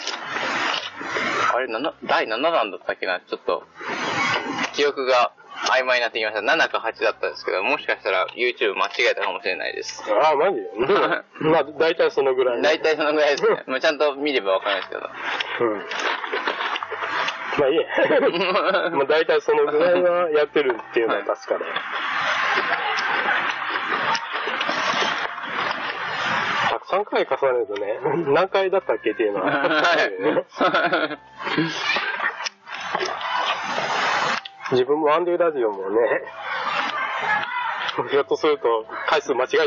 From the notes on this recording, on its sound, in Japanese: 今回は私が岐阜県美濃加茂市にお邪魔しました！お昼の時間にこの収録してます！！音質はちょっと良くないですが。